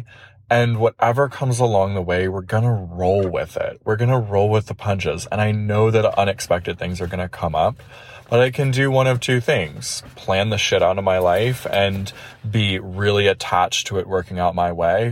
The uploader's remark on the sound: the first recording on the road from day two of our drive